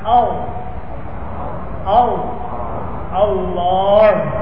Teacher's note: pangkal lidah yang di belakang itu naik hampir menyentuh langit-langit lunak